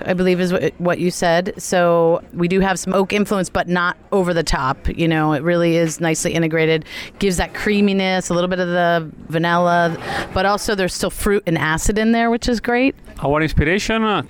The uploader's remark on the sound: at the 2014 Hershey Food & Wine Festival